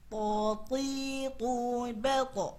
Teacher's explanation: Kesalahan biasanya pada huruf to ini keluar nafas ketika membunyikannya to, to, to, salah, dia bukan huruf hamas, maka kita berusaha penyebutannya tidak mengeluarkan hamas pada penyebutan huruf to.